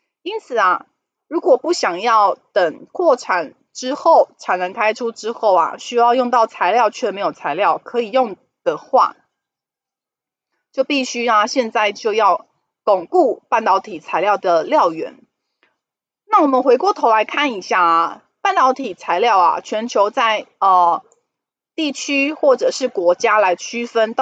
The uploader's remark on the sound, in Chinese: 本集有些許雜音，已亟力避免，如有察覺請多多包涵